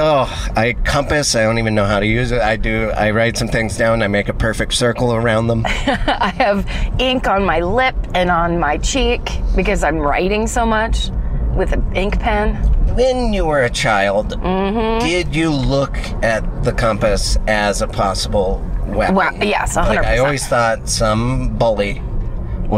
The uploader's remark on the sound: all while driving!